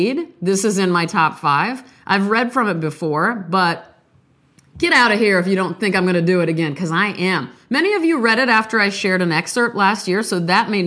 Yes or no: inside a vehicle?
no